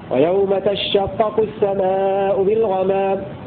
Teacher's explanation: وقرأ الباقون بتشديد الشين في الموضعين على إدغام تاء المضارعة في الشين